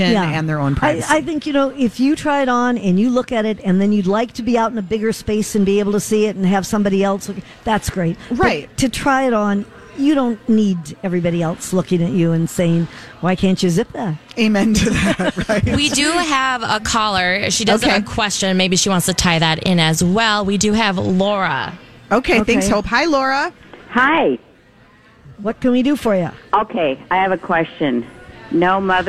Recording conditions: busy venue